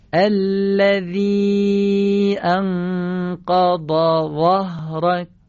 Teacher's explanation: اولی ذال یعنی نوک زبانی نازک، دومی ضاد یعنی نوک زبانی درشت و سخت، و سومی زای دسته دار، نوک زبانی درشت ولی نرم